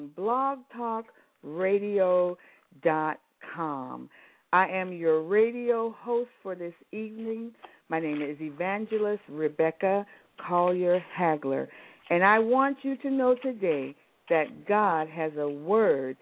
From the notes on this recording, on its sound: we will be having our female guest to call